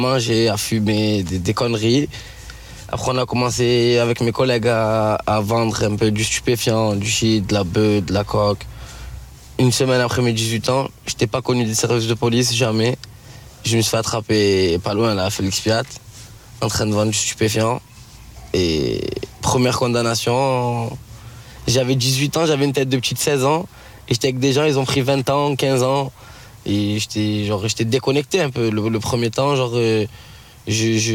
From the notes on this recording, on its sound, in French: Et on sera en direct par téléphone de Marseille.